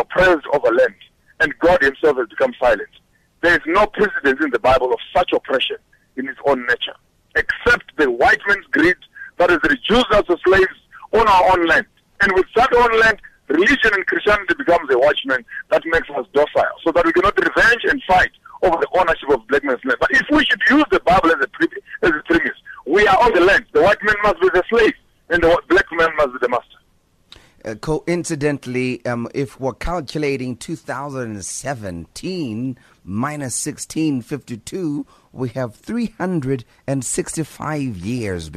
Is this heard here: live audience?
no